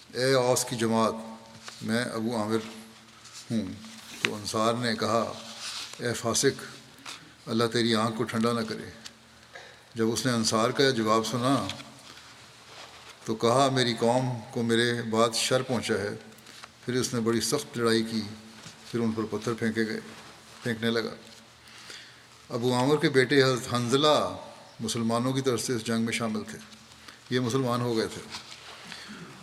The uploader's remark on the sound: from Masjid Mubarak in Islamabad, Tilford, UK